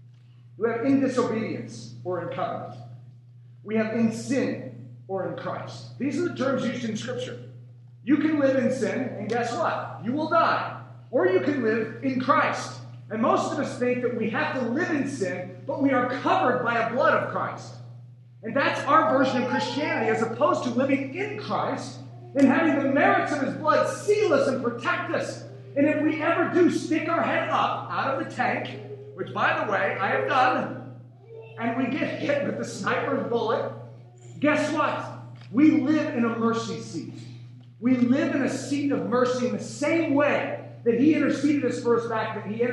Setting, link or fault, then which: fault, poor sound quality